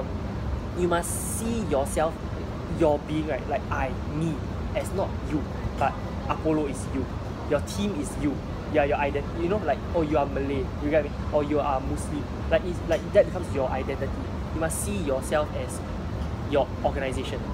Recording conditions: background noise